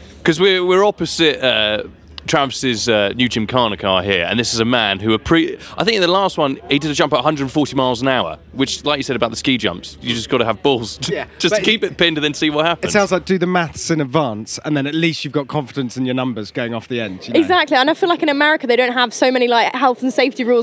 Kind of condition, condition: setting, busy venue